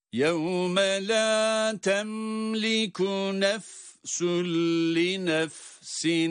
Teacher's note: Mimi kendi sesiyle açıktan okuyor, izhar ile yani.